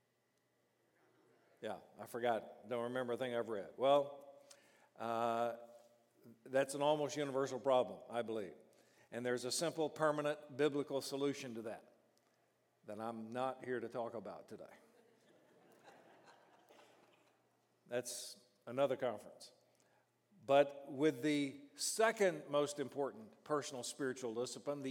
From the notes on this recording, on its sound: During the morning session of our 5|S Conference.